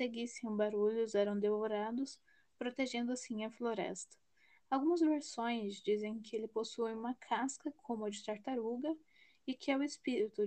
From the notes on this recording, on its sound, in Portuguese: Aviso: Há variações no volume do áudio.